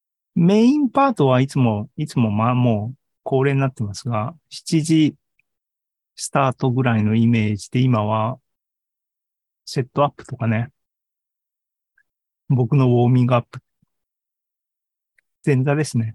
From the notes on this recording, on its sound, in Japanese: ２０２３年１月２５日に開催した ZOOMライブの模様です。